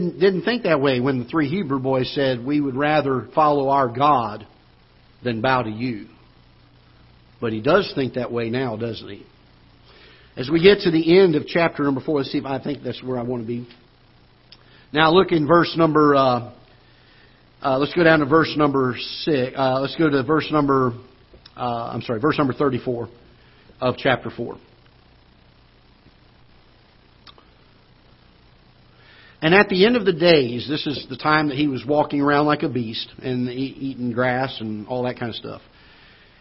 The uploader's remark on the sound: Ketha Heights Baptist Church ~ Live Broadcast.